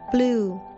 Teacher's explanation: 咁啲人就好多时就是 blue 就变咗系两个音，其实 bl 系一个音系 blue